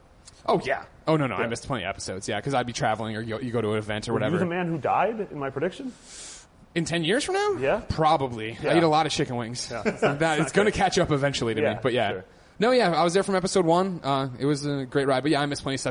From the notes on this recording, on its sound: We recorded this off-site at a bar, so pardon the audio quality.